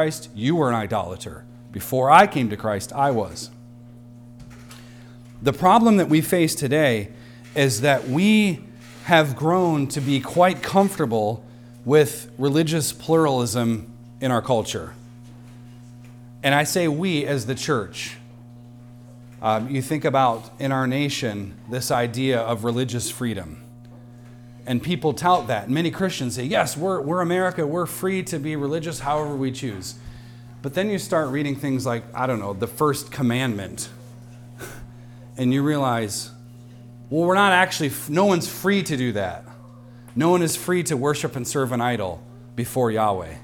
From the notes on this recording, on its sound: recorded on Sunday, October 15th, 2023, at the weekly worship gathering of Cross & Crown Church.